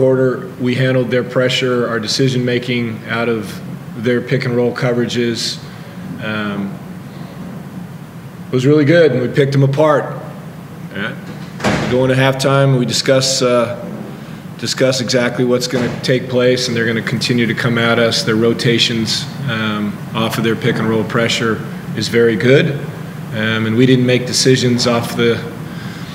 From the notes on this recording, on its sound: Round 18 in the NBL match between the Illawarra Hawks and the Adelaide 36ers in Illawarra New South Wales (NSW). Post Match Press Conference.